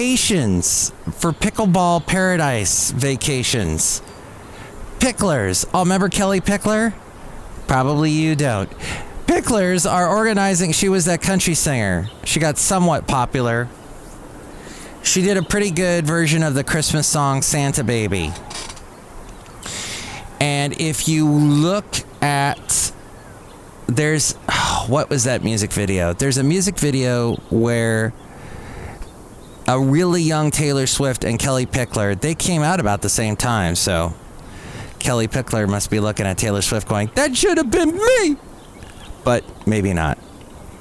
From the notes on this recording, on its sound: Podcasts live from Café Anyway.